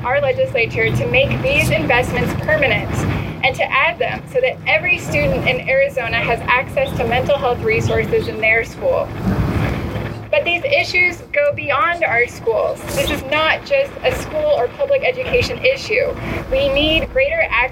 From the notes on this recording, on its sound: My opening commentary, recorded on June 1, 2022. The March for Our Lives Press Conference in the Rose Garden at the Arizona Capitol.